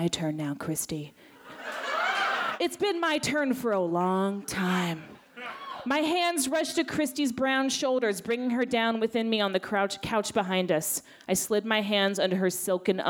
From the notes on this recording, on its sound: Recorded June 17 at the Davis Square Theater in Somerville, MA.